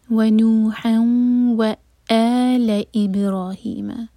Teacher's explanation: واو کے بعد حمزہ پر cut off sound